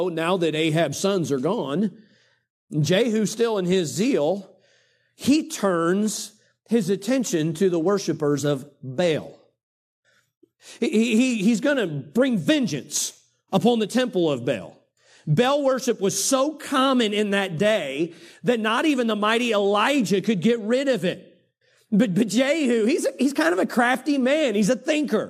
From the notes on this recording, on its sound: During the Sunday evening service on October 22, 2023.